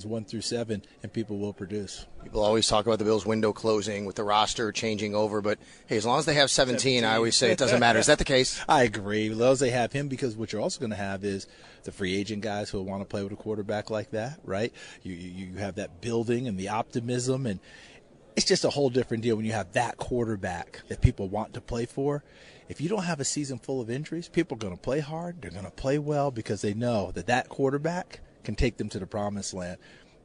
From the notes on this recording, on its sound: Join the show as well live from the Draft Combine.